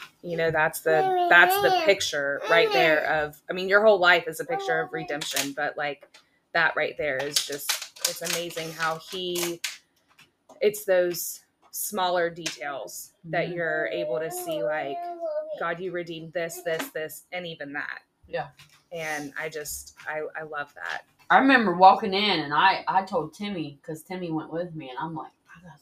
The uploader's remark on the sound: This one was recorded at her home with her two precious little girls. It's a little loud and there's a lot of sweet little voices and lots of things happening in the background.